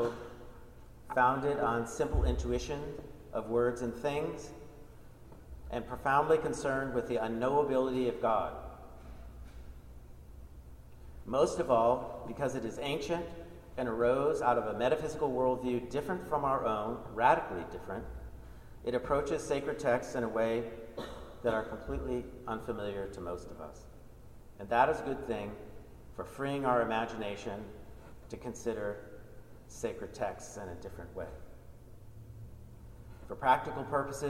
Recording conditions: live audience